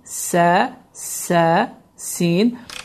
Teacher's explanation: dilin ucu aşağı kəsici dişlərin lap kökünə dəydikdə sin